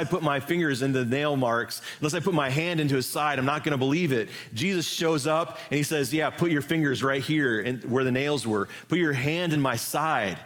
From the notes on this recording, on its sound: Live from our Celebration Ministry Center